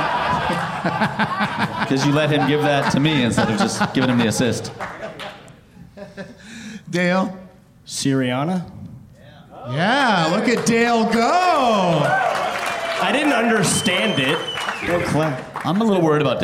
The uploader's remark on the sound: Live from the Improv in Houston.